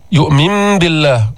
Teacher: قلبنا النون الساكنة ميما عند الباء، هيدا حكم القلب، مرة معنا أيضا، بغنة بدون تشديد، الغنة بمقدار حركتين.